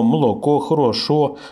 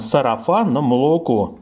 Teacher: на севере, как мы с вами знаем, окают, говорят на о, млоко, хорошо, но при этом это не значит, что там окают во всех словах, где есть безударный гласный после твердых согласных.